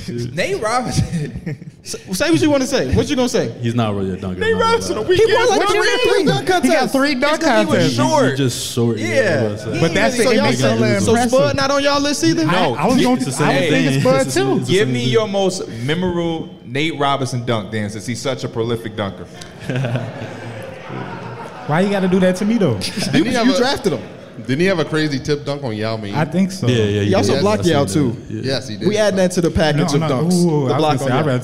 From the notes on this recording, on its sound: We're live from Vegas for NBA Summer League